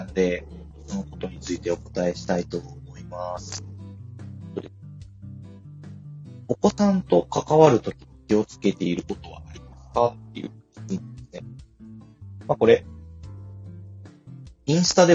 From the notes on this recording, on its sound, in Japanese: 思いつきではありますが初LIVEやってみました。聞き返すと音質超悪い… マイク検討します！Stand.fm。